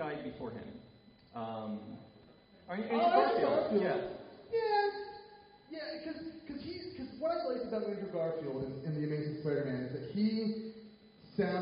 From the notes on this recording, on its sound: participate live at a weekend of panels at Wizard World Philadelphia